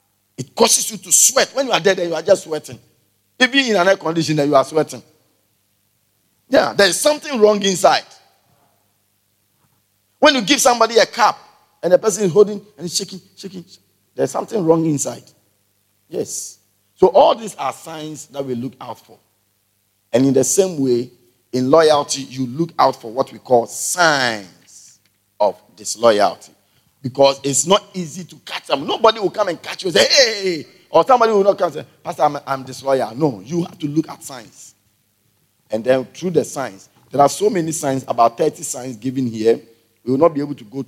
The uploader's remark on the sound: Preached at the Everlasting Father Cathedral